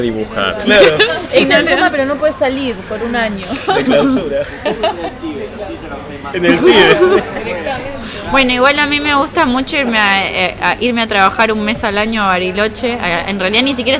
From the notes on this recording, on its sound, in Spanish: nos encontramos a tomar un café en la Gcomics Meetup #10